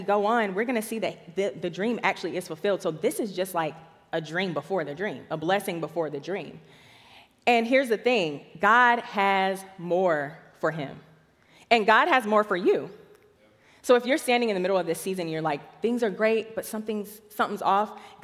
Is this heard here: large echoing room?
yes